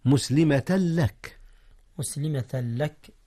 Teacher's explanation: جاء الإدغام هنا يا أستاذنا، ولكنه بغير غنة